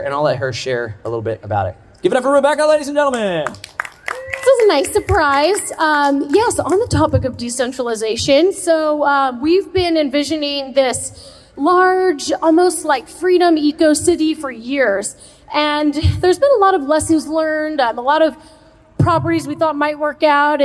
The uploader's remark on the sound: delivered a powerful speech, at Solarpunk Summit